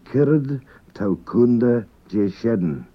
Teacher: although that word Kunda is spelled with a T, it's usually pronounced with a D sound.